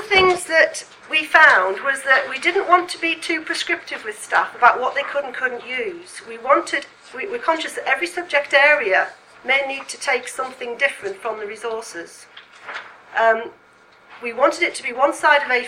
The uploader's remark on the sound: speaks at the SRHE Student Experience Network seminar